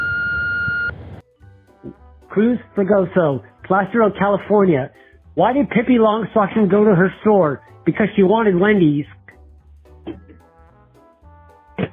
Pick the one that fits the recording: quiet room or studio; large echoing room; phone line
phone line